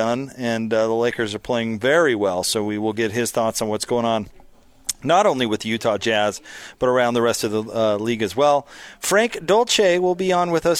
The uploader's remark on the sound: LIVE from Metro by T-Mobile